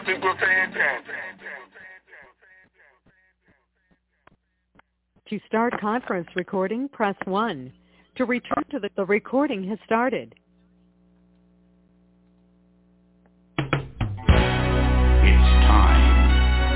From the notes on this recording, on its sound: TNTSuperfantastic Conference Call